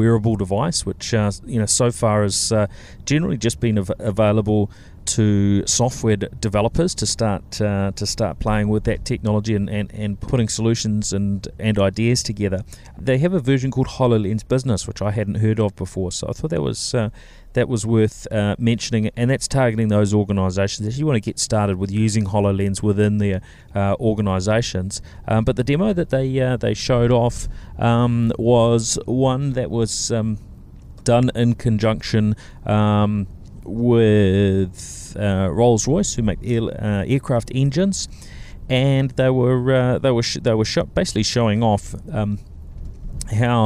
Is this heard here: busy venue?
yes